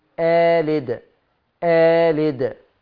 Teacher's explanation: عشان وراها اللام متحركة فهتتمد حركتين بس، آلد، آلد بس.